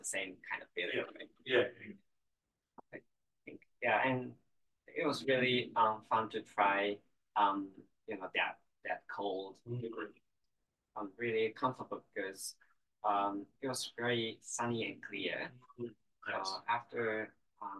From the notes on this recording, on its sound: Apologies for the sound. It appears the microphone was not turned on.